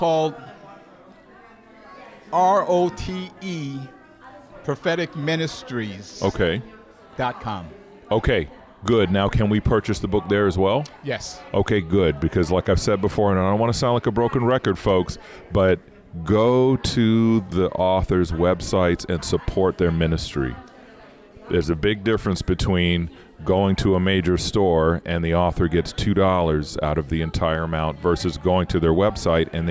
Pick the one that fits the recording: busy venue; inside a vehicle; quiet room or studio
busy venue